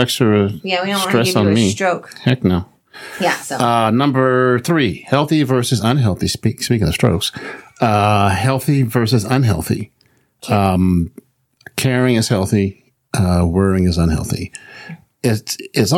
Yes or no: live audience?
no